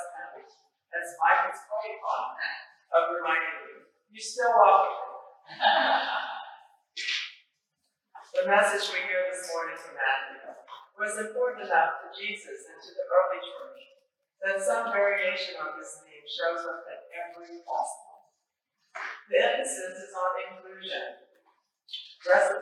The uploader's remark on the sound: Apologies for issues with the audio. A lightning strike near the church overnight temporarily disabled some of our equipment.